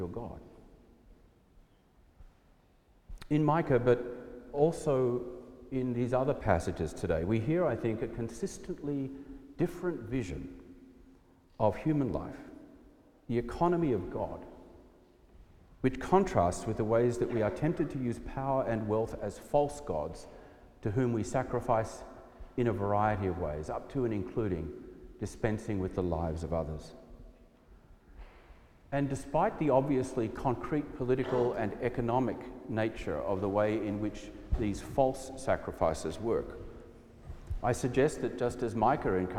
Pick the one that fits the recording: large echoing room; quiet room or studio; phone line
large echoing room